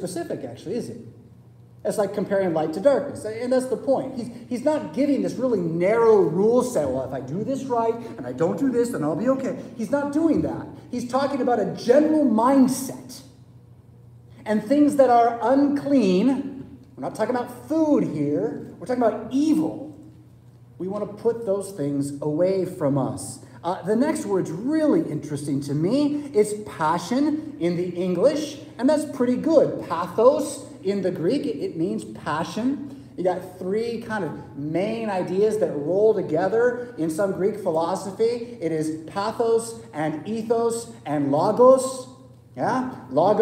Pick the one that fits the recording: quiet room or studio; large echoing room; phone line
large echoing room